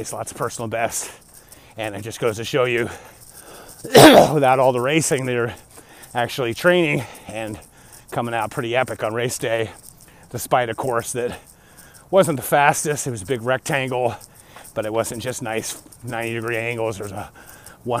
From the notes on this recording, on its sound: Walk Talk. I was out walking in the pre dawn hours like I have done for decades...